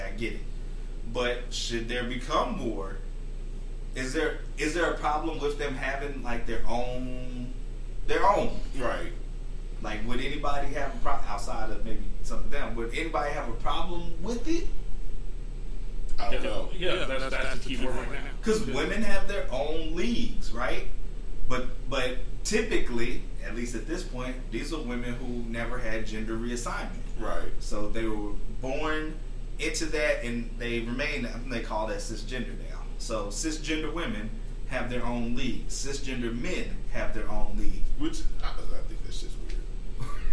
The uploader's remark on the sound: we are still having some audio issues